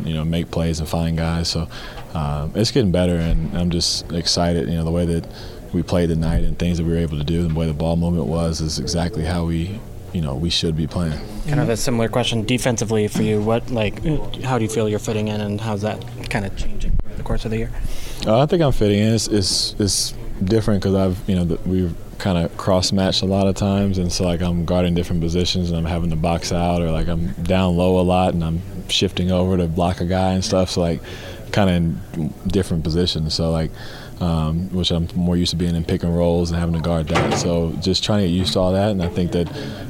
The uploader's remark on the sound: In the locker room following the Jazz win against Washington.